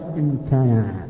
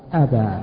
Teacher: تحس من كلمة أبى أنها أقوى من كلمة امتنع. امتنع سهلة حتى تمر من بين الحبال الصوتية بيسر وسهولة كالقطرة من في السقاء، وأما أبى فهي فيها الهمزة الثقيلة